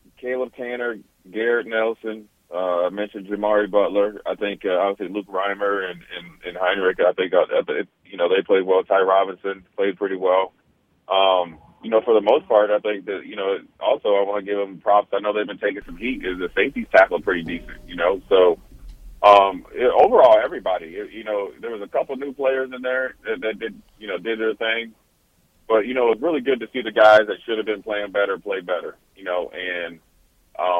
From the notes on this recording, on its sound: Joins over the phone.